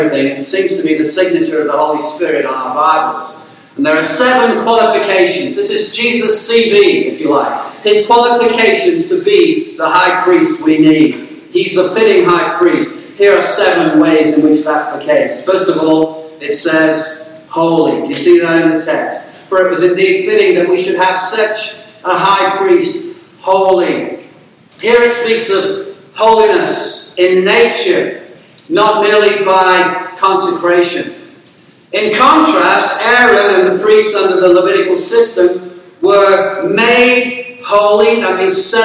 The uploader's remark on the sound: There were technical difficulties with the audio in this sermon but hopefully it is good enough for you to hear the message.